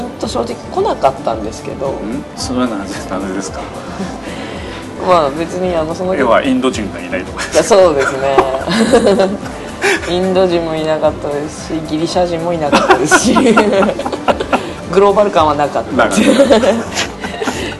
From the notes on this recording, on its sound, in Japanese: 今回は、珍しいローケーションで収録しております。都内の某喫茶店での収録ですので、音声につきましては、多少お許しいただければと思います。